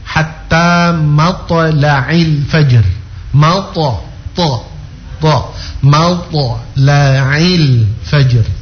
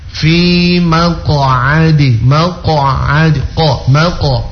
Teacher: Huruf qaf dan huruf ta itu pantulannya itu tebal. · Term: Qalqalah tebal